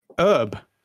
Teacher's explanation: pronounced like Herb with the H sound, not with a silent H like the Resident Evil item